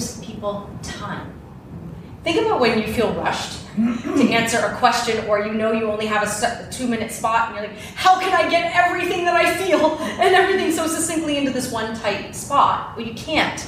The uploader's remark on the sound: AACE Conference Workshop Live Recording. This is the live recording of my workshop at the AACE (Association of Acting Coaches & Educators) conference!